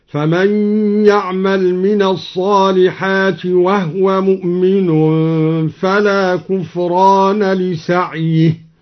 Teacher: سكن الهاء من قوله تعالى وهو هكذا: فمن يعمل من الصالحات وهو مؤمن فلا كفران لسعيه.